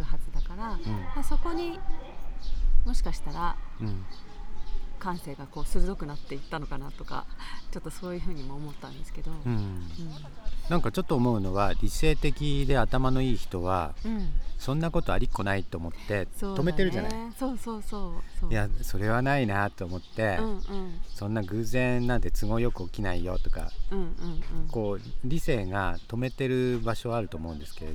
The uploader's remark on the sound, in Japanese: 再び、松本市の「あがたの森」の中で収録を始めました。初夏の空気の中で、鳥の声や公園で遊ぶ家族の声、時には市の広報車の音も入って、穏やかな休日の朝の風景です。